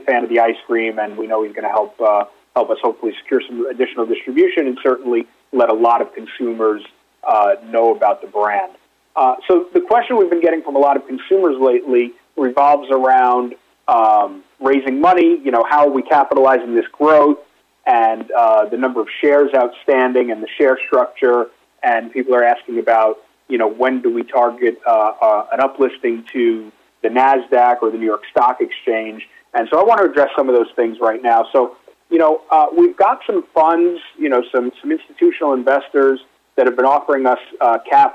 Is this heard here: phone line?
yes